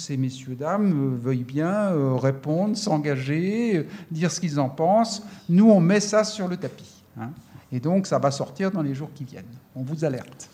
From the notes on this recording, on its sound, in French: questions et discussions avec le public présent